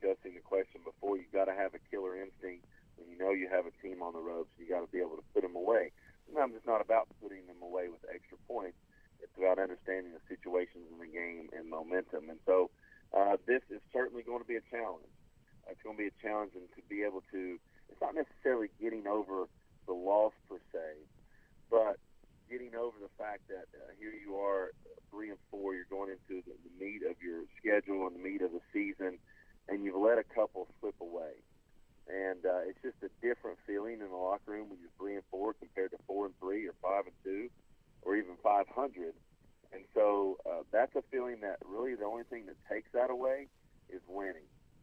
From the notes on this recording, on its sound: calls in from Kentucky